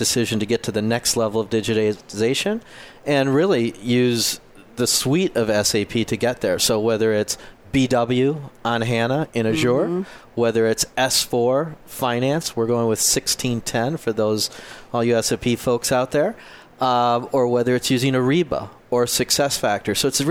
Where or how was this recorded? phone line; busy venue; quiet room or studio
busy venue